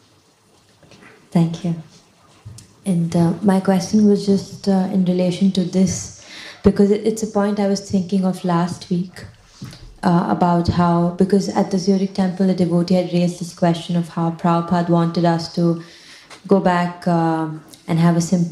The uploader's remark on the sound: Recorded during Bhakti Retreat 2023 in Kientalerhof/Switzerland